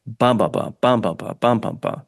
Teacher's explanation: a dactylic meter, which is a stressed syllable and then two unstressed syllables to follow